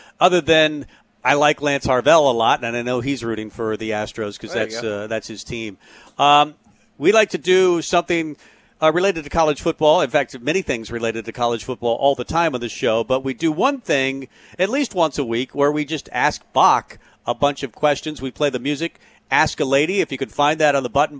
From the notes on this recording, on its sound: Tailgate Tuesday live from Chick-Fil-A.